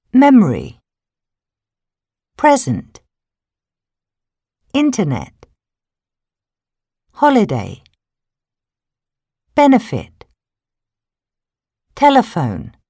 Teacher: connecting all the words with stress on the first syllable